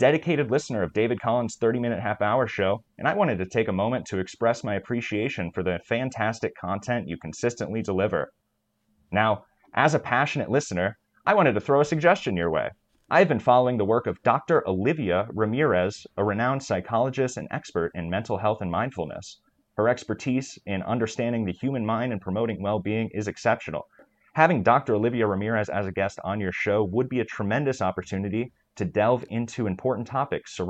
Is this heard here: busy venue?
no